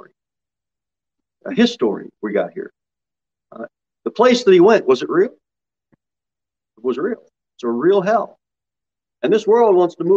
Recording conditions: large echoing room